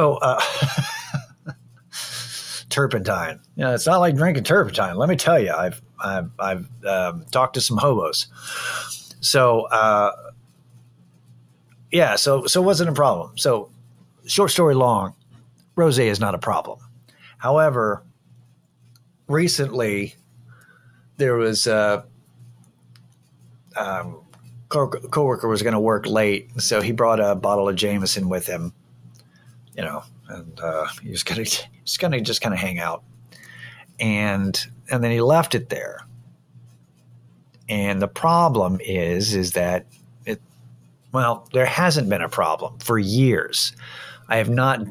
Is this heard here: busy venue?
no